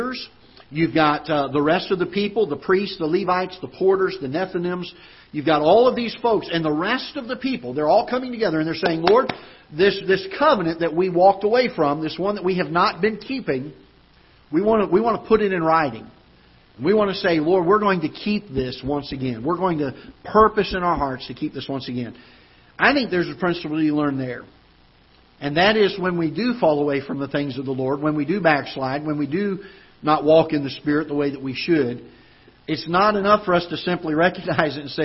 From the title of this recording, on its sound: Ketha Heights Baptist Church ~ Live Broadcast